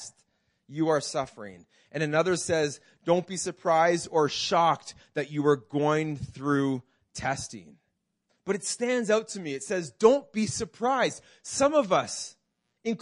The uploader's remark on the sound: This message was preached in June 2019 at Freedom Life Church in Kitchener Ontario